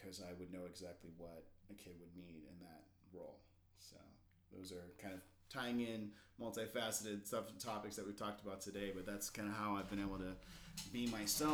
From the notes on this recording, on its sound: This was my 2 person podcast with 1 mic, so if the audio is up and down I appologise.